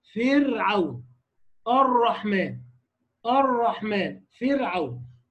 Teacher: طرف اللسان مع بالقرب من مخرج النون وهو مخرج الراء التي تخرج من مخرج، وهو مخرج الراء التي تخرج من مخرج النون، يعني الراء من نفس مخرج النون إلا أنها أدخلت إلى ظهر طرف اللسان قليلا، ولذلك يختلف وضع اللسان عند النطق بالراء المفخم عن الراء المرقب.